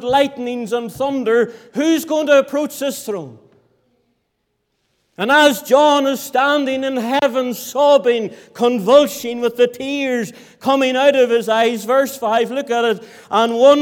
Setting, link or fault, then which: setting, large echoing room